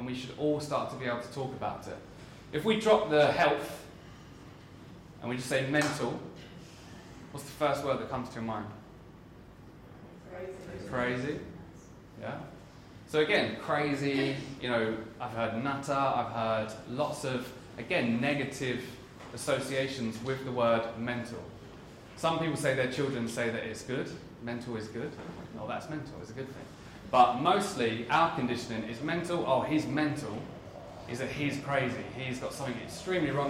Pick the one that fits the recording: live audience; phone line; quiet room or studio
live audience